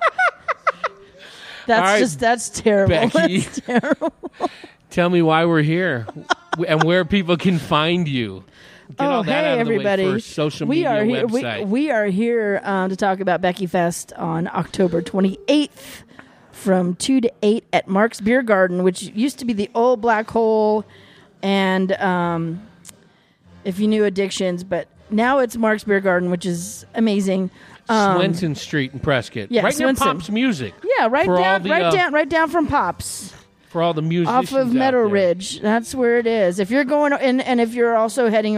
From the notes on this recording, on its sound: Recorded at Marks Beer Garden in Prescott. Recorded at Marks Beer Garden in Prescott.